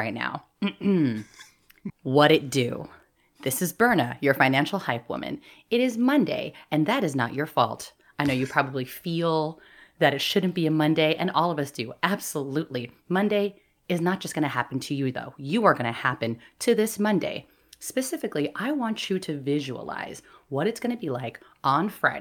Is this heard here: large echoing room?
no